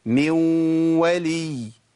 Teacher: واو بس فيها غنه لان الصفه فضلت موجوده بتاعت الغنه بس مع الواو. · Term: ادغام ناقص